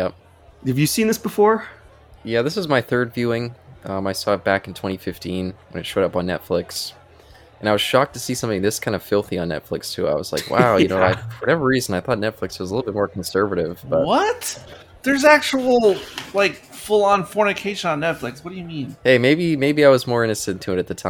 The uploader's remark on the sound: This episode was recorded in a bar-side episode.